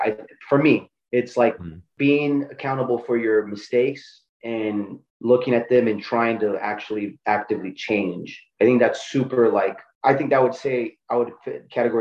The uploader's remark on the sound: Zoom is plagued with technical issues but we persist.